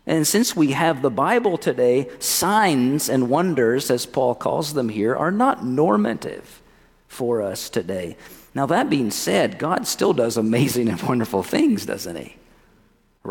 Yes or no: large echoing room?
yes